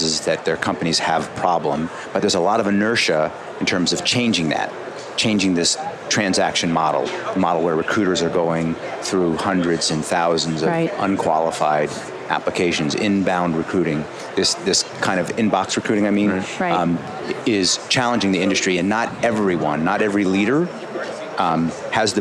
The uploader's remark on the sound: LIVE from Las Vegas, at #HRTechConf